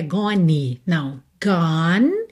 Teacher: Atenção que você termina o som no N, tá? Não vai pro E